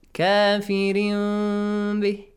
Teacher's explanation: We change tanween to a half mim sound. · Term: Iqlab